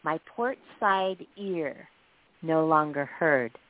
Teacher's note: So my has a long I, and ear has a long E that goes into an R.